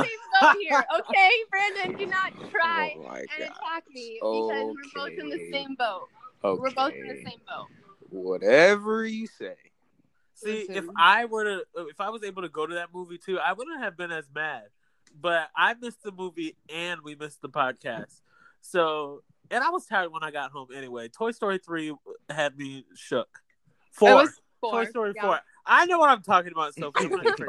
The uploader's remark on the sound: we also apologize for the technical difficulty